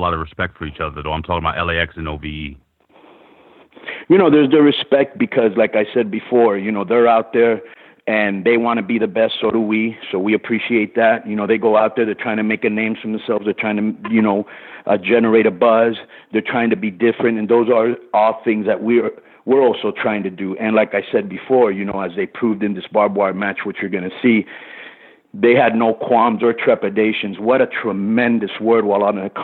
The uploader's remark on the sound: full audio from Impact Wrestling's January 18, 2017 media call